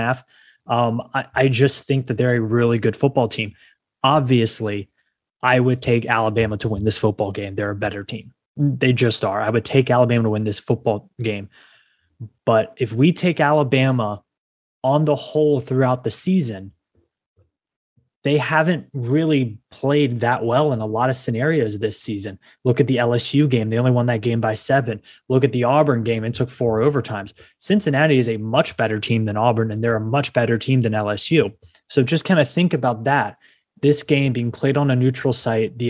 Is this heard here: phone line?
no